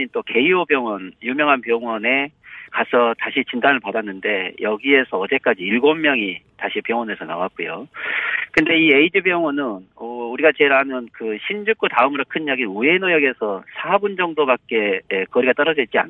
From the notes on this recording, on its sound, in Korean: 전화연결.